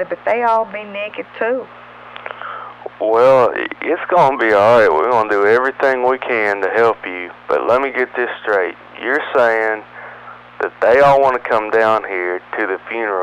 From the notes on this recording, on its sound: Prank Phone Calls